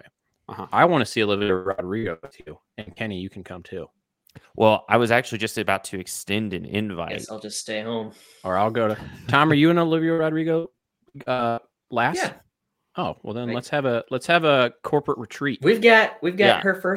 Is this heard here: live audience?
no